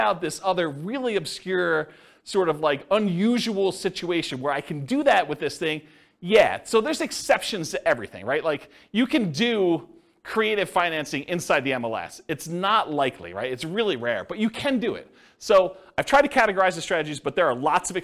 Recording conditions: live audience